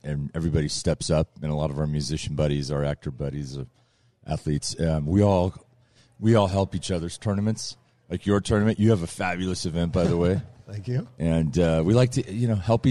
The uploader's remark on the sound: live from North Hills Country Club in Westlake Village, California.